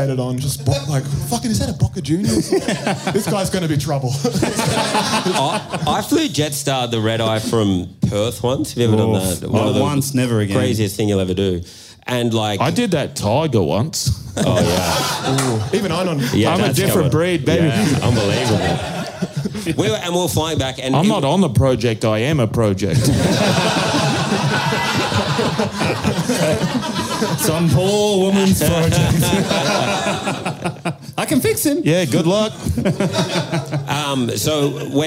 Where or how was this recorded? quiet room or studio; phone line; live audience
live audience